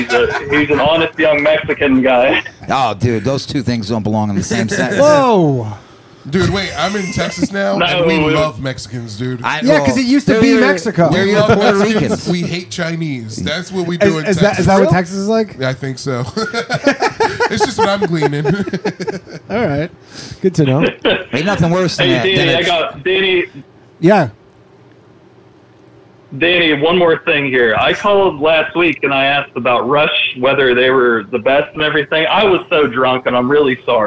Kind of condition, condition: link, phone line